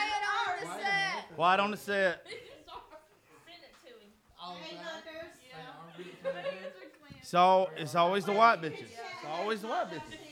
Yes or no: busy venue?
yes